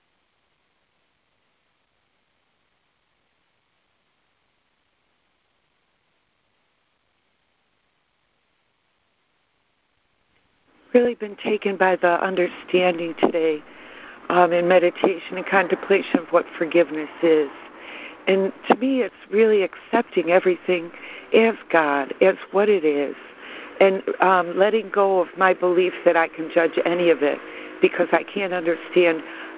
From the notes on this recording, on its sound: ACIM Daily Conference Call.